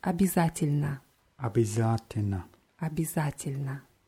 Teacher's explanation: der dritte Buchstabe ist Ja, ist aber eher wie I ausgesprochen